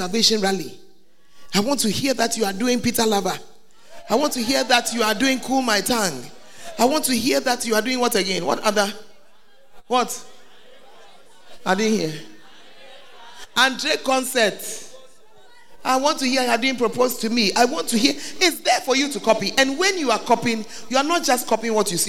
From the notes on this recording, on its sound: Preached at the Make Yourselves Saviours Of Men Camp 13th to 15th of February 2019 in Mampong, Ghana